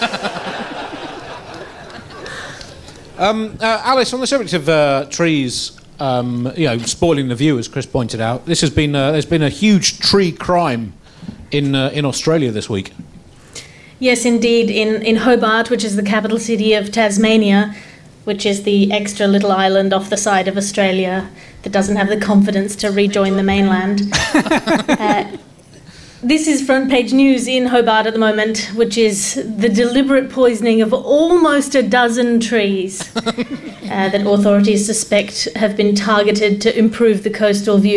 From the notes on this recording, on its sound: At the London Wonderground festival.